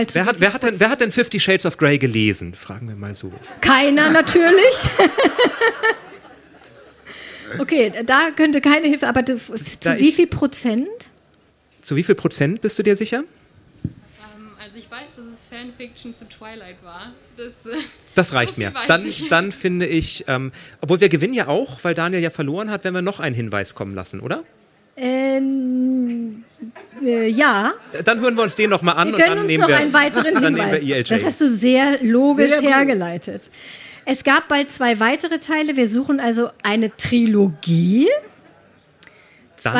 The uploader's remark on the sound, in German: Diesmal mit Live-Publikum auf Kampnagel in Hamburg. An einem lauen Sommerabend fand die erste öffentliche Podcast-Aufzeichnung statt.